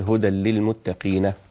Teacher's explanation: كلمة المتقين يجوز عند يعقوب الوقف بهاء السكت كما مثلنا قبل ذلك على جمع المذكر السالم، يقول هدى للمتقين هكذا.